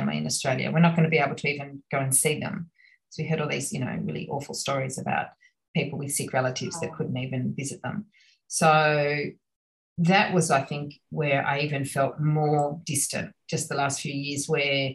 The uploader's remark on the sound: A rainy day in Florence via Zoom.